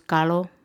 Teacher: cuando se pronuncia la R y la doble R como L